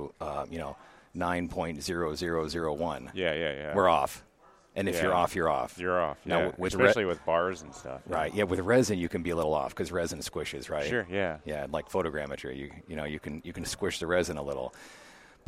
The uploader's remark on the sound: Living It Up From the Ivoclar Ballroom at Lab Day Chicago. They bring you three more conversations from the Ivoclar Ballroom at LMT Lab Day Chicago 2023.